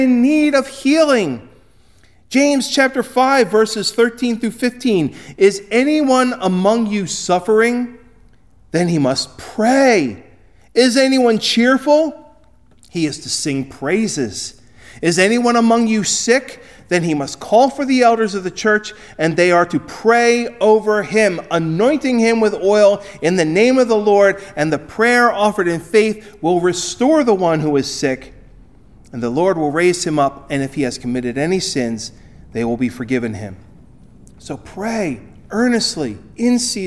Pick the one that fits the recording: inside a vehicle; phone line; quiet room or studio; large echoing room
large echoing room